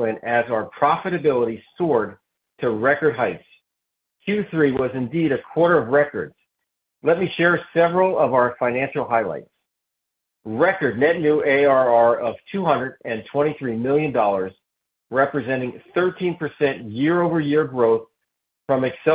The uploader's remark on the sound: Fiscal Third Quarter 2024 Results Conference Call.